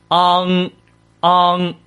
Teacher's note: 昂的读音的时候呢，也是先发啊的音，然后呢，这里动作有区别啊，要舌根抵住上软腭。什么是软腭呀？什么软腭呀？带大家找一下啊！你的口腔里面上颚前面这里是硬的部分，那你舌头往里面去收，从那个啊能感受到最里面有一个一块软肉的位置，这个地方就是软腭啊！你实在不行用手摸摸也行啊，但是千万别吐了。那舌根抵住上软腭，舌根哎。里边，然后那个位置跟上软腭接触，气流呢从鼻腔里泄出，昂，昂，看到了吗？我虽然嘴唇是张着的，呃，口腔虽然是开合的，但是我的舌根和上软腭是闭合的 · Term: 后鼻音